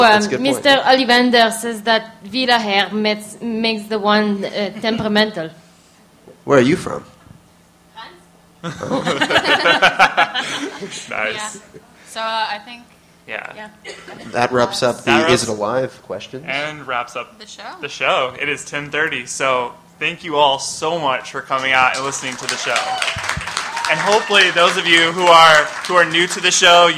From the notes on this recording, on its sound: We are LIVE at MISTI-Con!